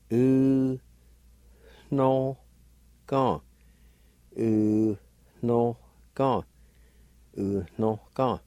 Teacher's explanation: And in this word, right before the N, at the very beginning of the word, between the U and the N, there's a faint H sound like this. U-no-gon.